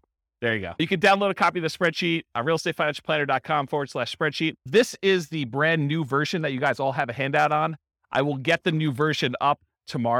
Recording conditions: live audience